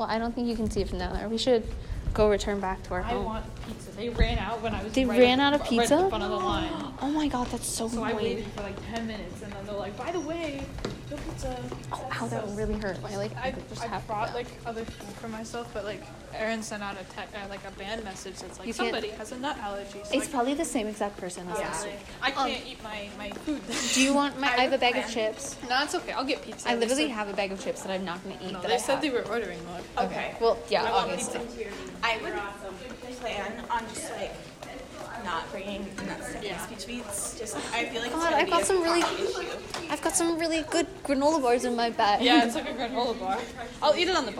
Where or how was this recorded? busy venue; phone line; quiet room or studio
busy venue